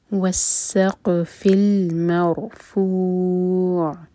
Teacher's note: قاف ساکن پر قلقلہ، اس کے بعد را ساکن ہیوی. مرفوع ان میں عین کی آواز کلیئر آئے.